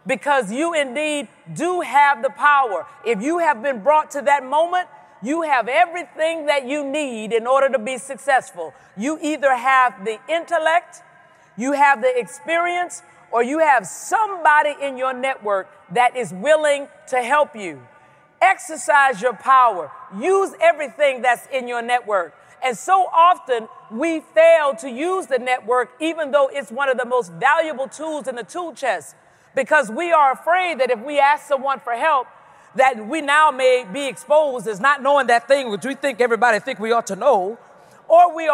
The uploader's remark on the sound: Speaks at the 2017 Pennsylvania Conference for Women